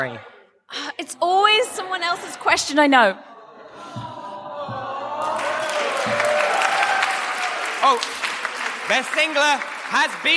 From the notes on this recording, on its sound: Three microphones. A boisterous studio audience.